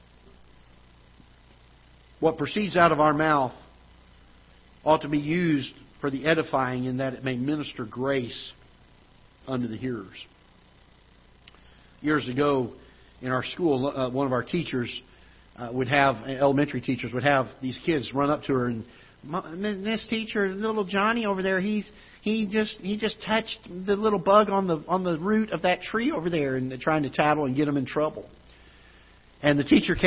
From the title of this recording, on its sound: Ketha Heights Baptist Church ~ Live Broadcast